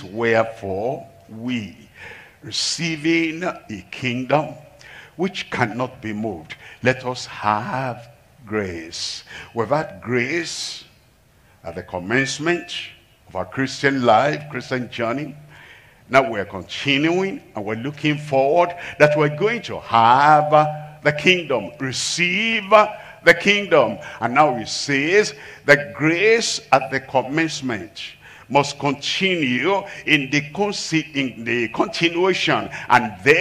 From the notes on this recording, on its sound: live from Asaba, Nigeria.